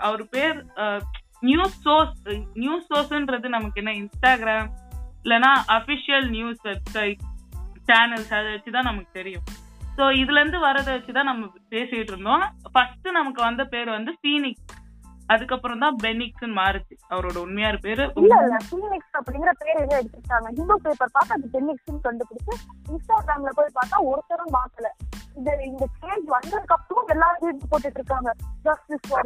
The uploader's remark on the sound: Random phone call